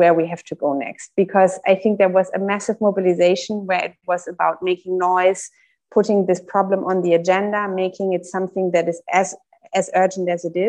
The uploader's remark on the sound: Recording of the 4th webinar of the Power-to-the-People group, a cooperation of European Alternatives, European University Institute, Europe Calling, Mehr Demokratie, Another Europe is Possible, Citizens Takeover Europe.